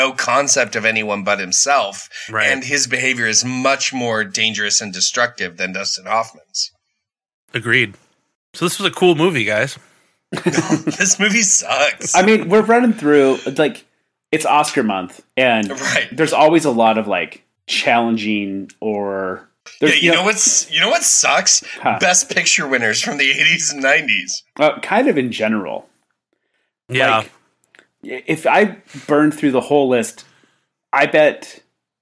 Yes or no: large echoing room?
no